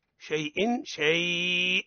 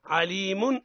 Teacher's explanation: أما إذا كان التنوين كسرتين أو ضمتين فإننا نقف على الحرف الأخير من الاسم المنون بالسكون، وذلك مثل قوله تعالى إن الله بكل شيء عليم، إن الله بكل شيء عليم، فكلمة شيء منون بالكسر وكلمة عليم منون بالضم، فنقف على الأولى بإسكان الهمزة وعلى الثانية بإسكان الميم